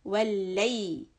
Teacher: So we have waw and then lam shadda. Make sure that we connect and then push on the shadda. Wal-layli. And kasra should be very soft, E sound.